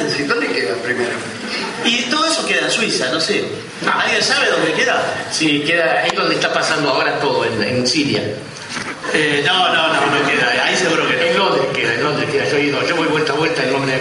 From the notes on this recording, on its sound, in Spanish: En el Aula Magna de la sede del Rectorado de la Unicén. Realizó una emisión del programa radial "La Venganza será Terrible", emitida por los micrófonos de Radio Del Plata.